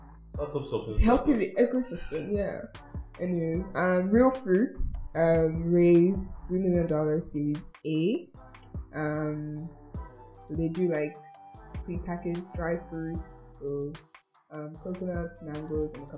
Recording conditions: poor sound quality